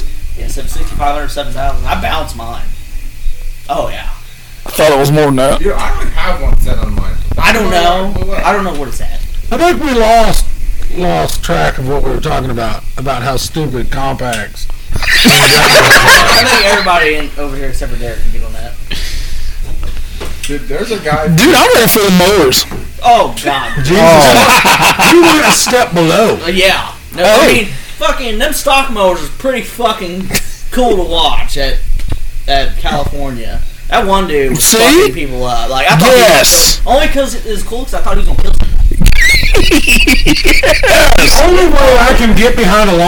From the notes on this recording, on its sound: Our sound quality isn't great this week due to being outside